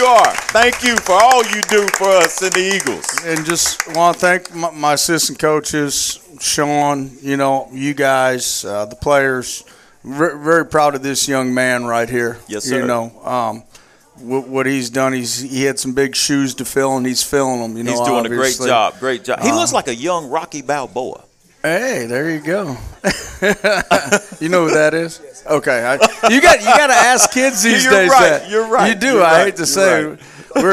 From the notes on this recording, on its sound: live from Monte De Rey Mexican Restaurant